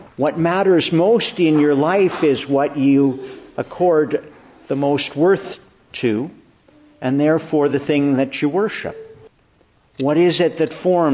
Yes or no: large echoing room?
yes